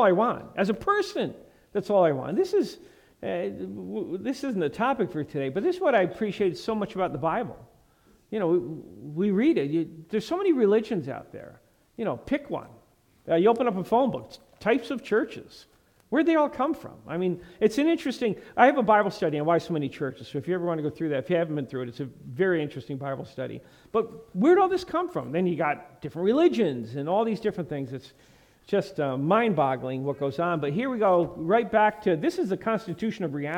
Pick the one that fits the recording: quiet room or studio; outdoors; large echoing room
large echoing room